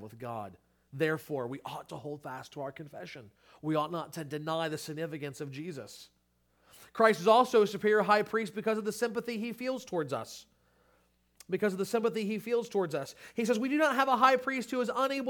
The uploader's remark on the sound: Sermon Audio from Crossway Christian Church.